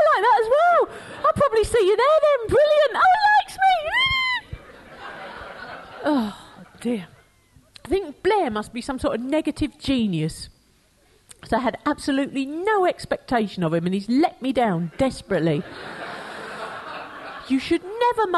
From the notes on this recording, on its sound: Format: Original Recording. Her one-woman show recorded live.